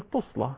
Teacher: عندي البصريان وشعبة بيقول تصلى هكذا يعني بيضم التاء